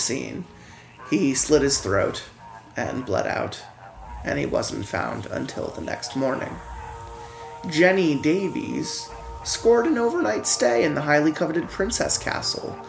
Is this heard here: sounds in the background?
yes